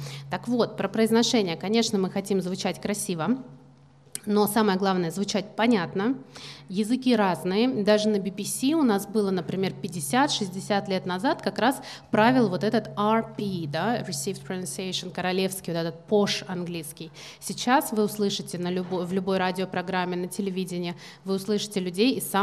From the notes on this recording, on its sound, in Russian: Открытая запись подкаста. Открытая запись нового выпуска подкаста в пространстве «Пушкинский.Youth»!